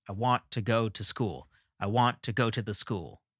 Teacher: The meter is essentially the same because to and the are both unemphasized.